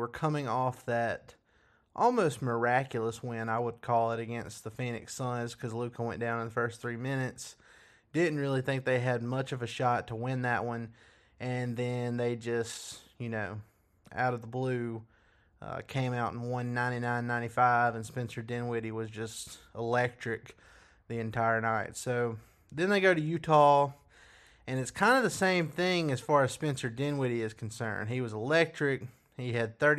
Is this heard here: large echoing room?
no